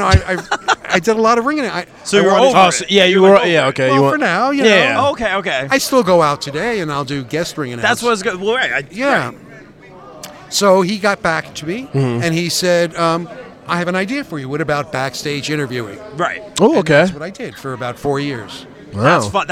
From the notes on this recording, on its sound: LIVE at 80s Wrestling Con here in New Jersey.